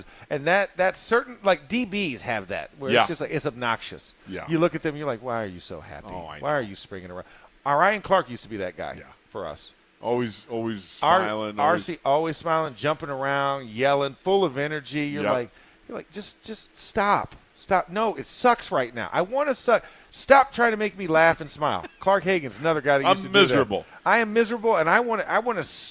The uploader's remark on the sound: In the Locker Room Live from Steelers Camp Day 5